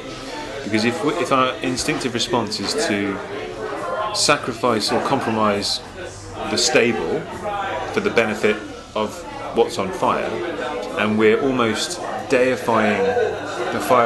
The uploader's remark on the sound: recorded a live pubcast on YouTube and here is the audio including several questions from our YouTube followers!